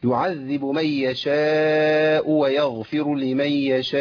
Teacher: المتصل الموقوف عليه واخر حرف همز، ده محتاج ايه؟ ده محتاج مني ان انا ازود زمن المد شويه. يبقى في الوسط هيبقى اربعه.